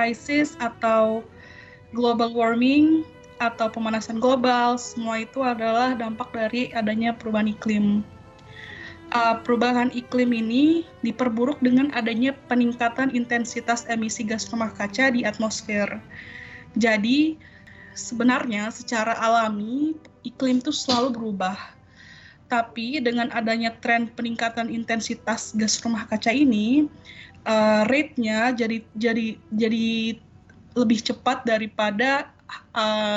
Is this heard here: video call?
yes